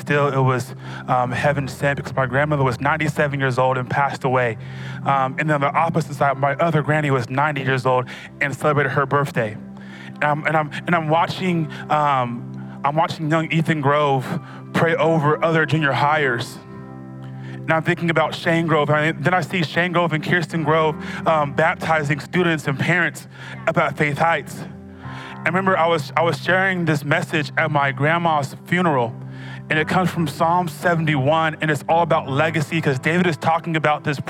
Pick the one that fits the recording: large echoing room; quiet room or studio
large echoing room